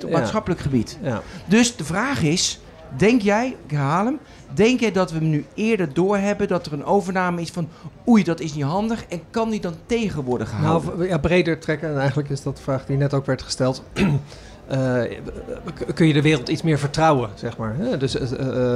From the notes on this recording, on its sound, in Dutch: Live vanaf TNW. Live vanaf TNW.